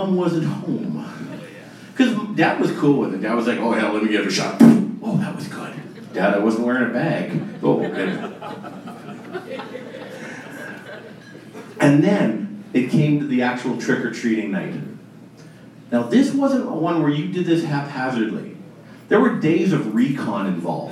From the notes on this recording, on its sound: Recorded Live October 2016